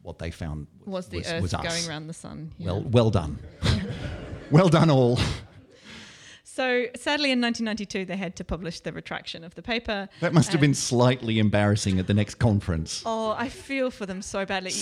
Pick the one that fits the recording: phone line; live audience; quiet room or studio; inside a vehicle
live audience